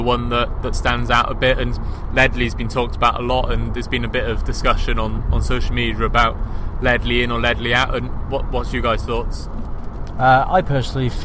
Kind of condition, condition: setting, inside a vehicle